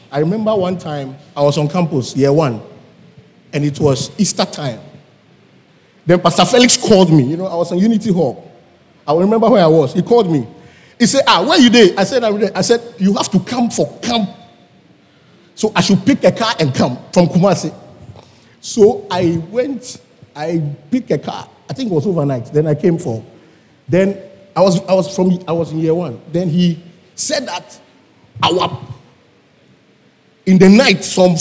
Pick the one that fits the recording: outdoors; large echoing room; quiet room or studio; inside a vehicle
large echoing room